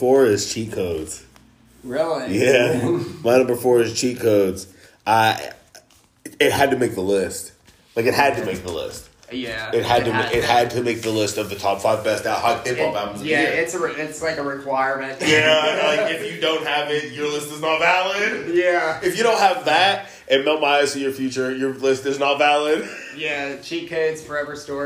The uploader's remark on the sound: Sorry about the echo. I moved and don't have a great room for this and I'm still on the phone only!